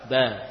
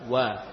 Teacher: Sama-sama atau sama dalam makhraj, ba dan wawu. Sama-sama dari bibir.